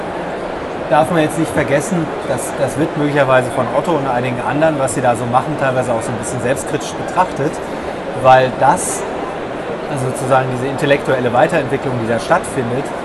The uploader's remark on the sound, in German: DMEXCO Spezial. Der Ton ist überschaubar, aufgrund der Hintergrundgeräusche der Messe, aber es geht gerade noch so.